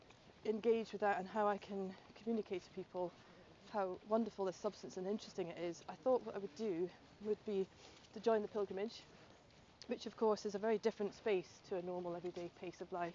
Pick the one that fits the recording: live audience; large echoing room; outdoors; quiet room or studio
outdoors